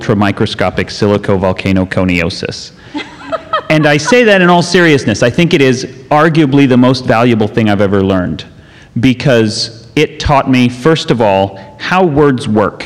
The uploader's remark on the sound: NASA's 60th Anniversary - Live! Houston We Have a Podcast took to the stage.